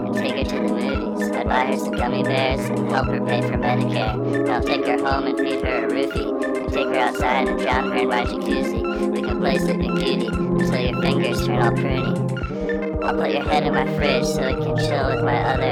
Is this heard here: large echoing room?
no